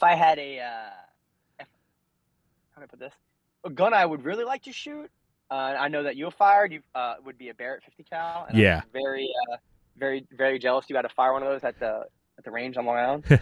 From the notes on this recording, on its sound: The Feds phone